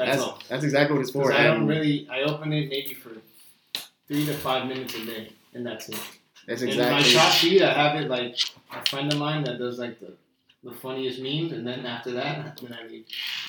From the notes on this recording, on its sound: Please excuse the audio as always...